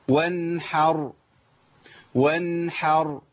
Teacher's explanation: الحاء هنا مفتوح واقف على الراء بالتسكين